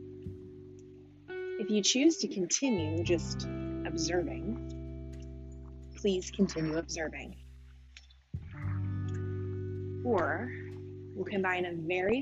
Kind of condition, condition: setting, outdoors